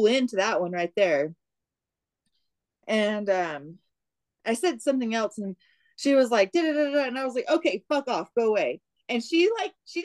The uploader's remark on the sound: WIFI issues.